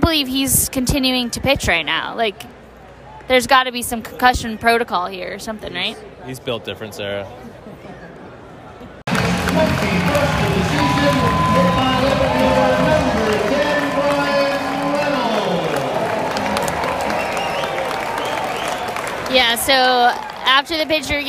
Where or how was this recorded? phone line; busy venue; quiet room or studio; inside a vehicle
busy venue